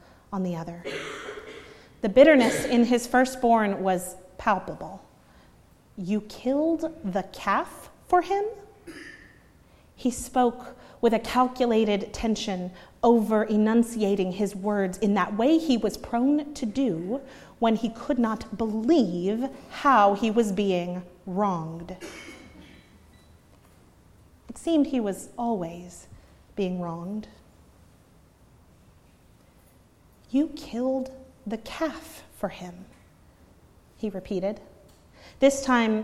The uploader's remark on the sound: preached at Northminster Church on March 31, 2019